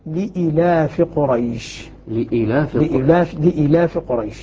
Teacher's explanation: يقرأها بدون ياء، يقرأها بالقصر، يقول لإيلاف قريش لإيلاف قريش.